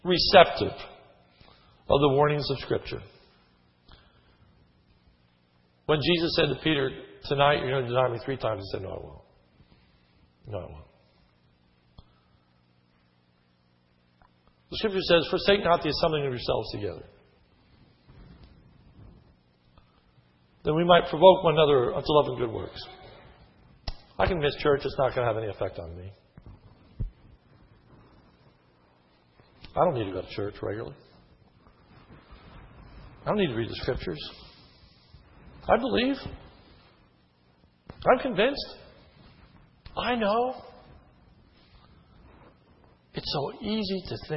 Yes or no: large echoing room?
yes